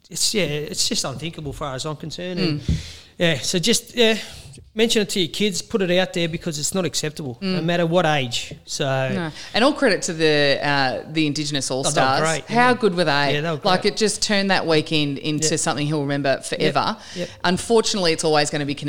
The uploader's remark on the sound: LIVE at The Falvo's. Of course he brought his guitar!